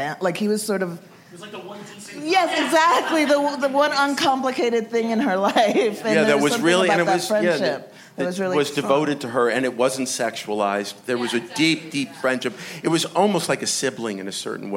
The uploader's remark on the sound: Recorded at ATX Television Festival